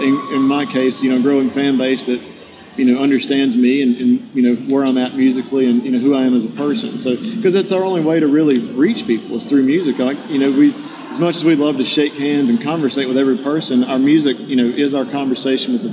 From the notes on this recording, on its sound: Interviewed on-location in Nashville at the Summer NAMM Show.